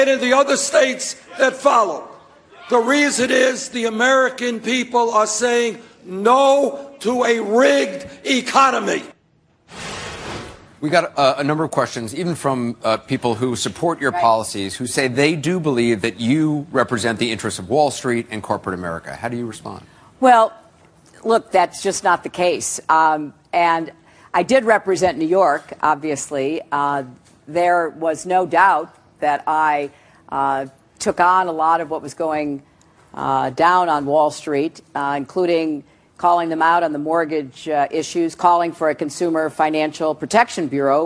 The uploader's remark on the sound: a CNN Democratic town hall in Des Moines, Iowa